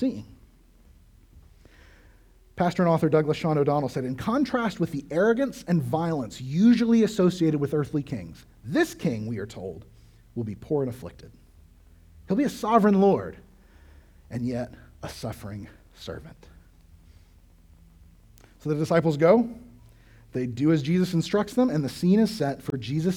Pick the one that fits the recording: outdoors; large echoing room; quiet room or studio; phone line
large echoing room